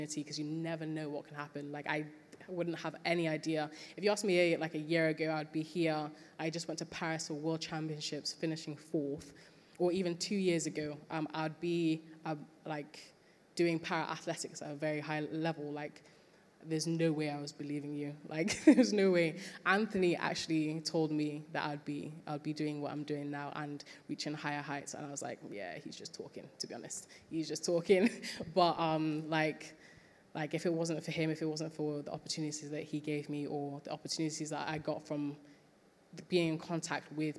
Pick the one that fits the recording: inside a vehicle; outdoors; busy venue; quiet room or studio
busy venue